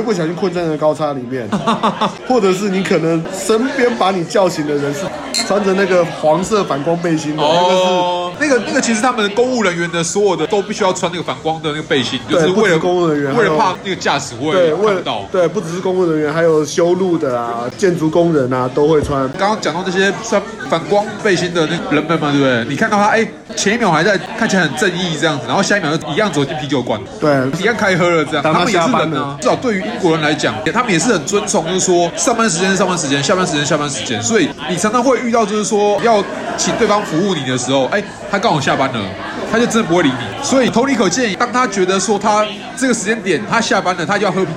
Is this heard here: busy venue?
yes